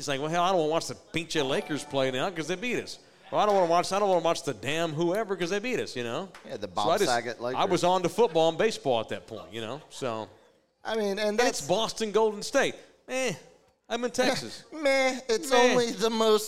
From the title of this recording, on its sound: Live from Sam's Burger Joint